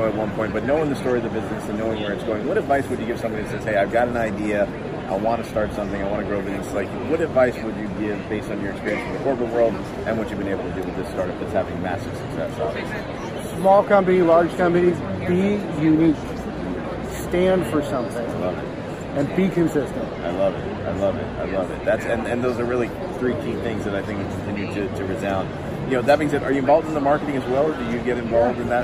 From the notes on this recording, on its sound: live from the FETC event